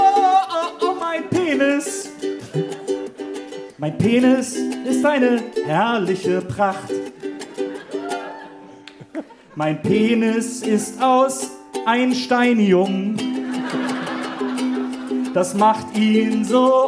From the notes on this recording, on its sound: (Live). Bevor es in eine kurze Goldener-Herbst-Pause geht, gibt es noch mal diesen Audiobesuch in Hamburg. Live in Hamburg.